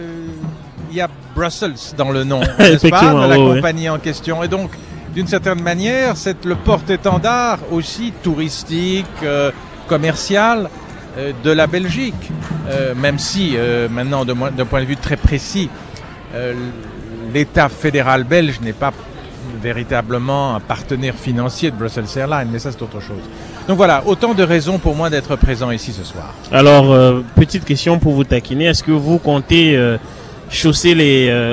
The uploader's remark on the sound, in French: En direct de Niagara Falls: Bike for Africa avec Brussels Airlines, le 07 Octobre 2017